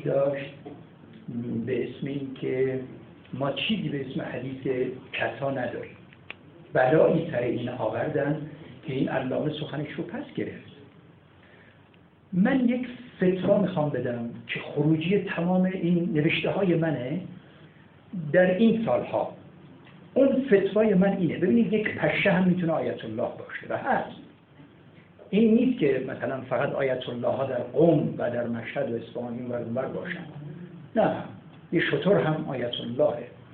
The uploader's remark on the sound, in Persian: بصورت حضوری. کیفیت پایین صدای ضبط شده از جلسه مناظره.